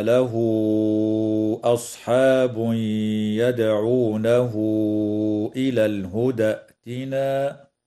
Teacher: وتوصل هاء الضمير بواو لفظية تمد بمقدار 4 أو 5 حركات وصلا